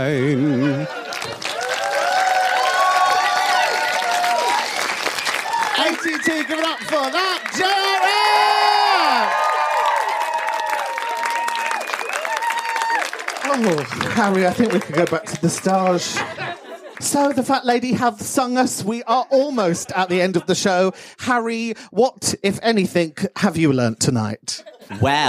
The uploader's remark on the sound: ATT LIVE IN MANCHESTER